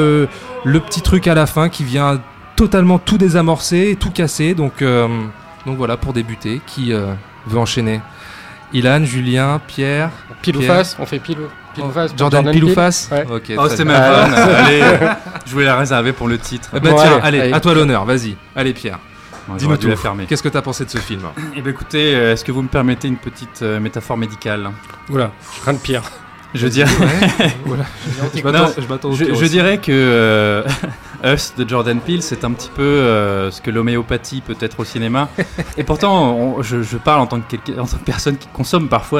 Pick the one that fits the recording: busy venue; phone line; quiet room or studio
busy venue